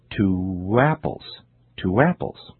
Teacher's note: two apples is pronounced as if there were an additional W sound, w, in between the words · Term: sound linking